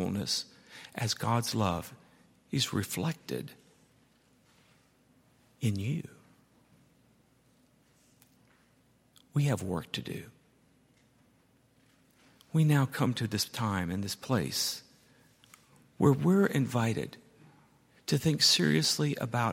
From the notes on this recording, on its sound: at Highland Baptist Church